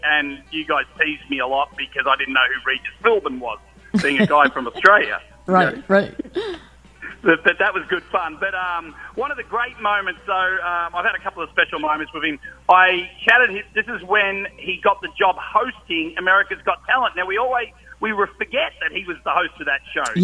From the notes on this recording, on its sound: Called in this morning to share memories of Regis.